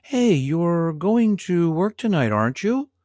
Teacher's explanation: the intonation comes up because I'm talking about the future, so I'm really not sure in this case